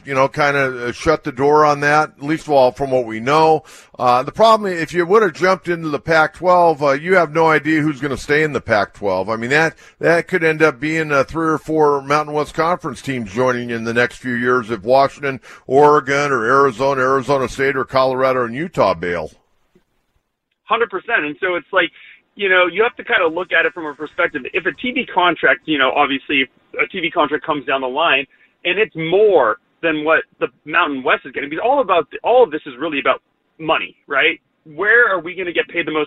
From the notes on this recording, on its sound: Takes phone calls from Padres fans.